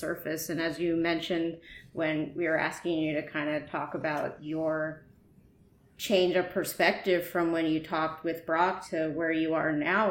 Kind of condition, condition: fault, sounds in the background